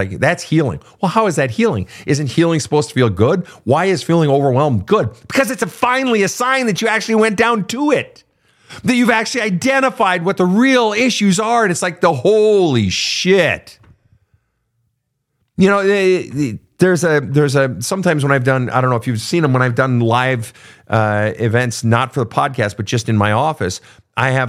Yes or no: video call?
no